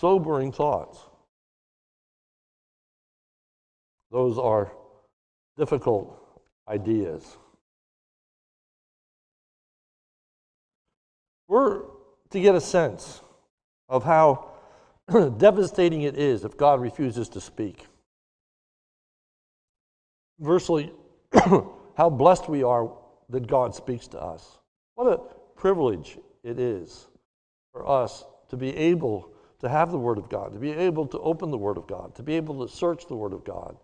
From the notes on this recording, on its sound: a sermon recorded live at the Lebanon Bible Fellowship Church in Lebanon, Pa on 04/25/2021 during the morning service